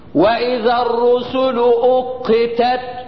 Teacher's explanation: ناخد مثال تاني، مثلا واذا الرسل اقتت، تلاقي هناك لو عاد يمشي يمشي لغايه ما بقى هناك عند طرف اللسان واصول الثنايا العليا ووقف لغايه ما تعمل همس التاء